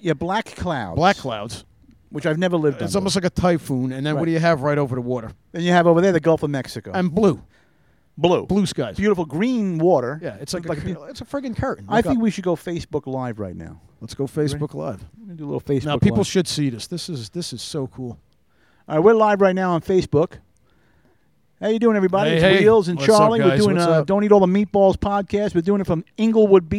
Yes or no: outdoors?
yes